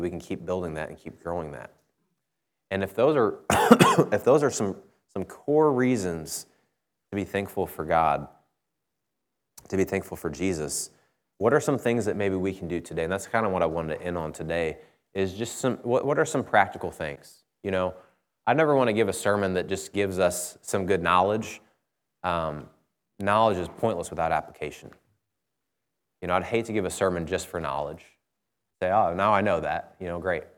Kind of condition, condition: setting, large echoing room